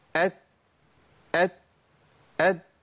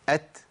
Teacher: ما ينفعش تطلع تاء بدون همس · Shown in: second take